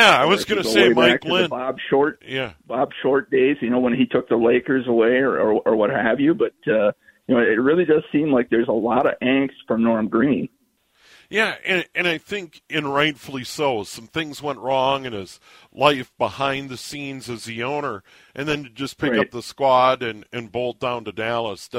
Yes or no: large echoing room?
no